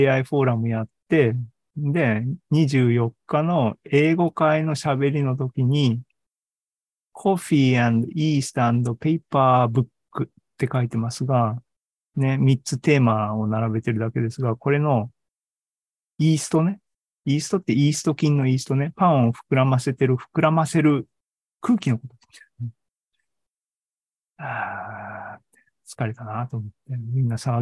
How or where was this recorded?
video call